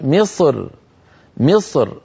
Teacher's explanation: فبعض العرب كان إذا وقف على مصر يفخم الراء من أجل الصاد المستعلية قبلها فيقول مصر، وبعض العربي كان إذا وقف رقق الراء فيقول مصر مصر، فيرقق الراء من أجل الكسرة التي على الميم